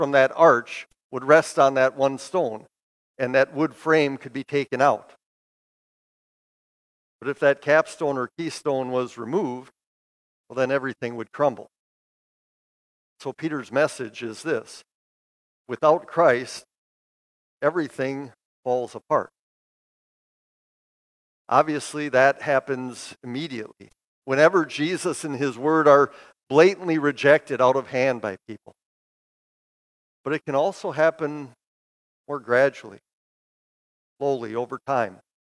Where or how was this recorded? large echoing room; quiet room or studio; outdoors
large echoing room